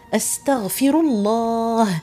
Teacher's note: والهمزة أولا تخرج من الجوف